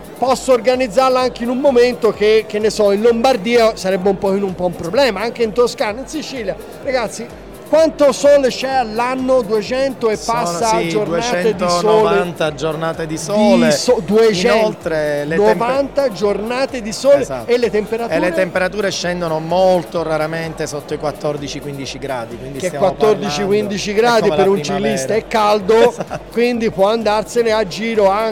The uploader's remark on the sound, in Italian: Quasi Live da Upcycle Trail Weekend. Registrato ad inizio Novembre all'Upcycle Trail Week End, il luogo ed evento che consideriamo un po' come casa.